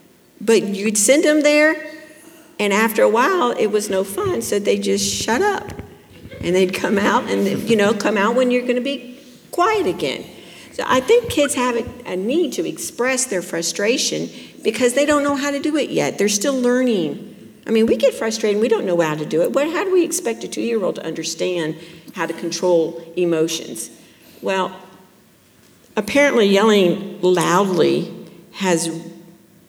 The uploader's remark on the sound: Class: Parenting Seminar '24 | Q&A